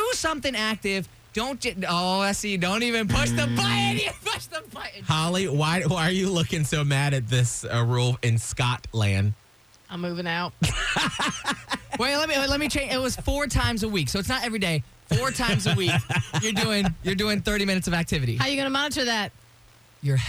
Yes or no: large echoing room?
no